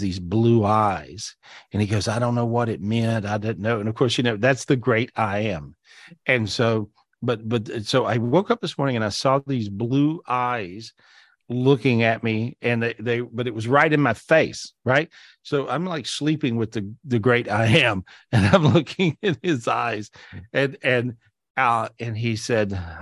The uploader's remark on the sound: This was recorded LIVE on Zoom